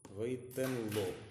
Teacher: И Сигул потому и поставлен, что ударения у Ваитен нету, да, Макев говорит о том, что Ваитен не имеет своего ударения, что произносится оно слитно со следующим Ло